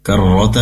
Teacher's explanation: pastikan ro-nya, tasydidnya diperkuat lagi, karrota, namun juga ro-nya tidak dipanjangkan, karrota, pendek ya.